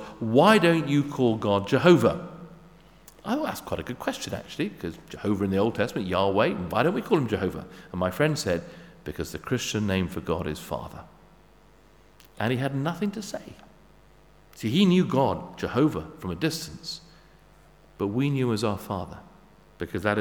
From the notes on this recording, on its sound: Sermon at St David's Moreton in Marsh